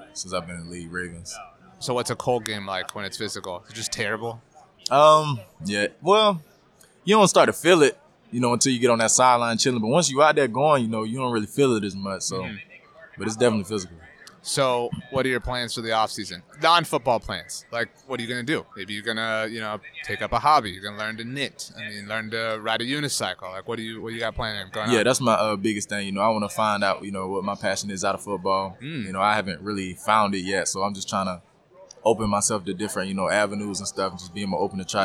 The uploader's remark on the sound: SUPER BOWL LIV. Live from Radio Row at the Super Bowl!